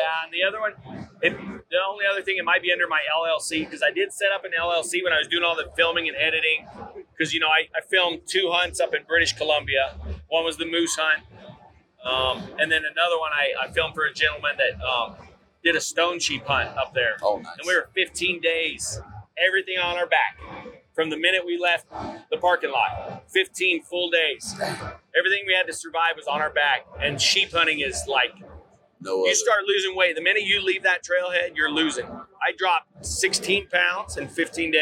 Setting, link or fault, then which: setting, busy venue